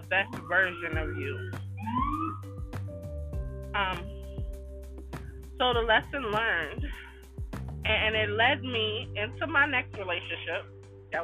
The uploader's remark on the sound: While sitting my in my car